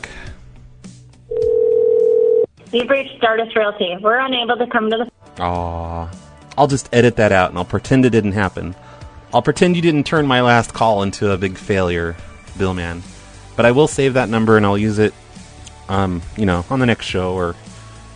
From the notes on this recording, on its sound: Prank Phone Calls